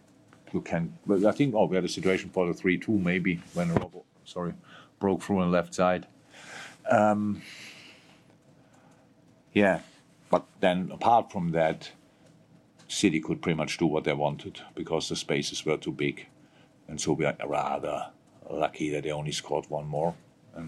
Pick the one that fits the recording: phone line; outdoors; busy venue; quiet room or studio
busy venue